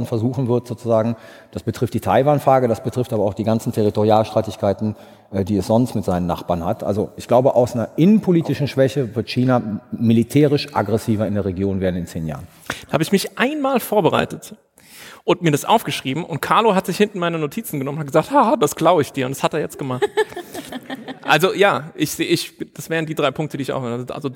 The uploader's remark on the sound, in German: Live vor Publikum im WDR Sendesaal in Köln.